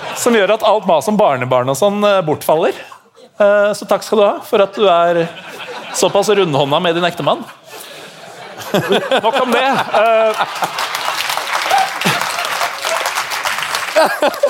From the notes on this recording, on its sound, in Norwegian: Live på Edderkoppen! Og tusen takk til alle som kom på Edderkoppen denne tirsdagen og gjorde kvelden komplett uforglemmelig for oss!